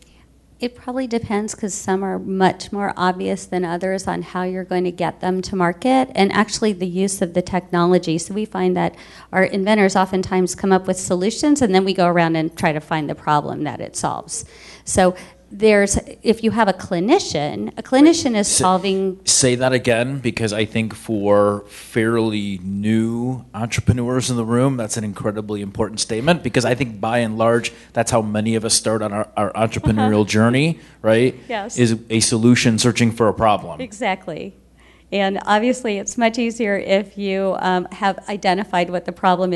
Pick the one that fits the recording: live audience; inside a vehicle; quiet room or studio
live audience